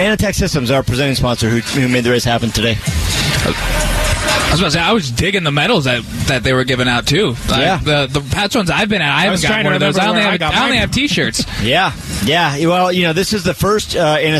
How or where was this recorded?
busy venue